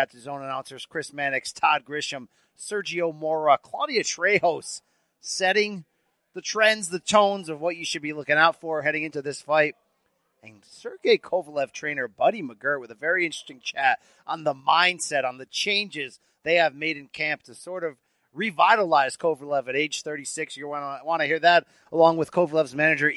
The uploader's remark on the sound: live at radio row for Dazn's historic matchup